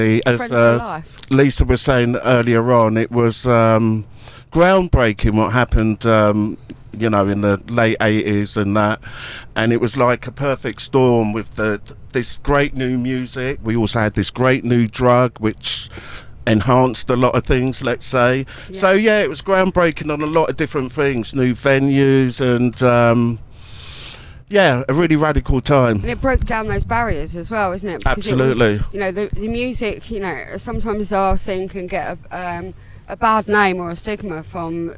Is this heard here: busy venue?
yes